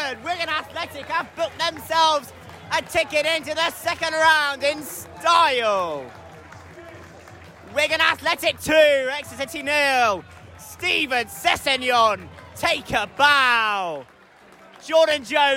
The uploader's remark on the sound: Live commentary. XpressionFM Sport commentary.